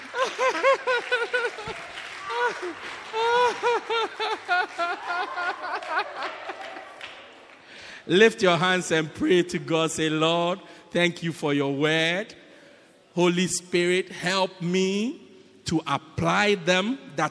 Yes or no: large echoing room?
yes